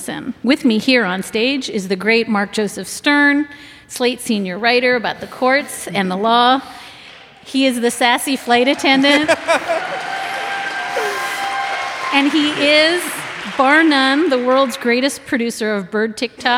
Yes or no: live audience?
yes